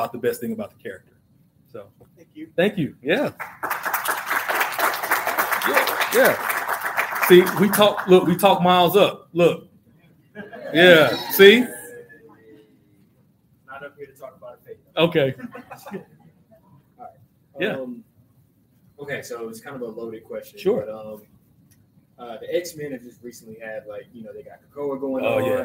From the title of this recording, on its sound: Live From Galaxycon!